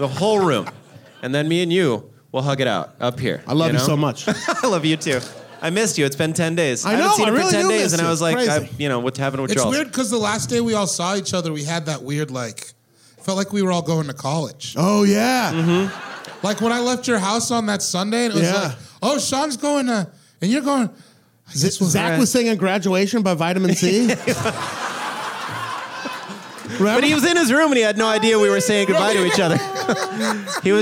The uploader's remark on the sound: LIVE FROM PORTLAND, Y'ALL! This episode was recorded live at the Doug Fir in Portland, Oregon.